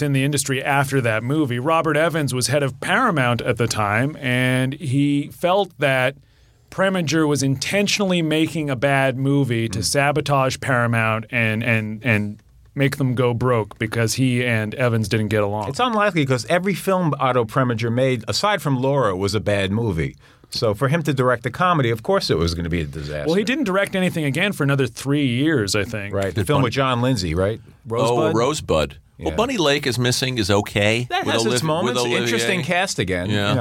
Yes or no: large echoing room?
no